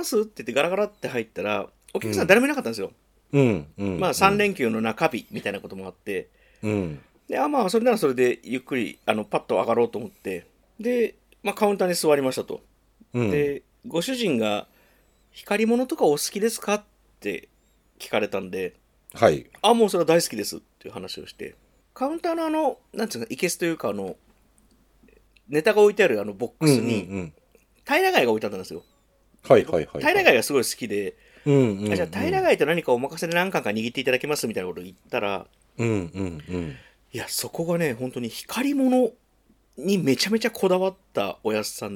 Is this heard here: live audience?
no